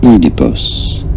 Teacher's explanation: You do want to stress on the first syllable